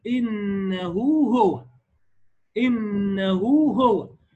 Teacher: حولت هاء الضمير دي مدتها واو، اديتها واو